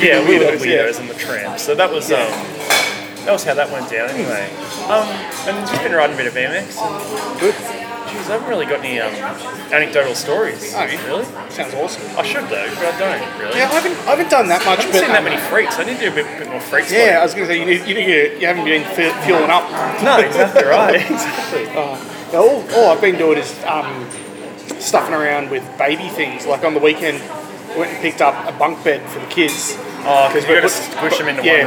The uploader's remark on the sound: The audio in this one isn't the greatest, as it was recorded in a coffee shop. Also, the microphones didn't work.